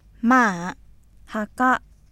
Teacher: 普通の声の高さから、ゆるやかに限界の低さまで下降した後、跳ね上がるように再び初めの高さまで上昇する声調